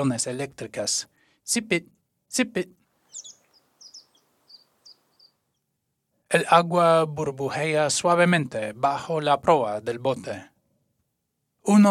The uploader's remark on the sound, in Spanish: Y los del Lago Helena, en el Estado de Montana, EE.UU., no son ninguna excepción. Este episodio incluye una variedad de sonidos ambientales que grabé, todos en el Lago Helena o en otros lugares del Valle de Helena. Al inicio puedes escuchar una grulla gris ( Antigone canadensis ) acompañada por muchísimas aves cantoras.